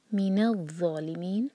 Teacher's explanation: نون کے ساتھ الف ہے، دو حرکت لمبا کریں گے. مد طبعی من الظالمین.